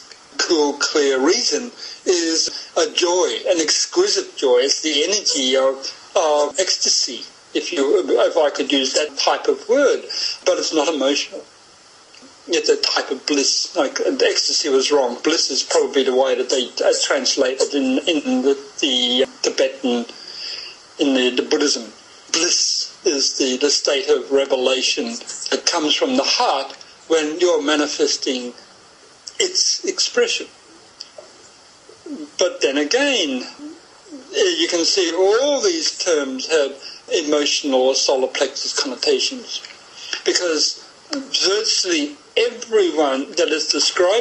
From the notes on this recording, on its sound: via a skype call (so please excuse the quality of the audio)